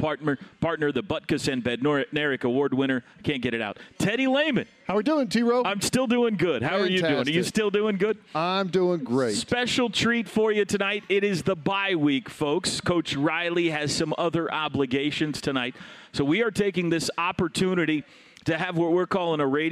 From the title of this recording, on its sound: Sooner Sports Talk Live From Rudy's